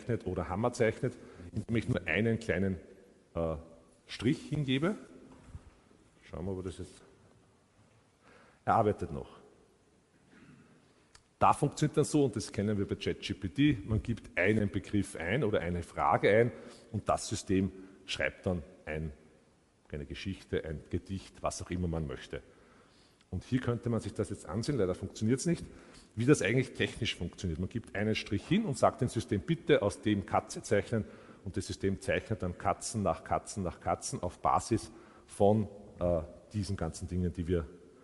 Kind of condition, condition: setting, live audience